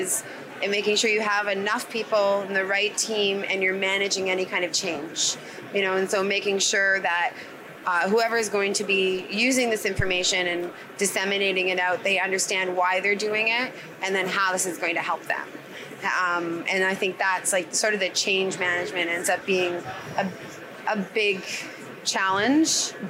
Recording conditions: busy venue